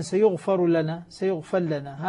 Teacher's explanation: يعني قال مثلا: سيغفر لنا، سيغفر لنا، هذا انطبقت عليها الشروط، تدغم الراء في اللام